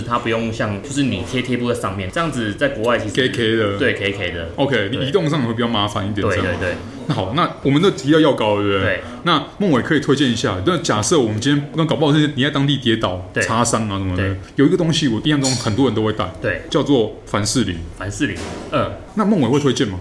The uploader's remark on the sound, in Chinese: 本集白噪音指數：蚊風級 1/5。錄音地點： 齊客咖啡 The Gathering Cafe。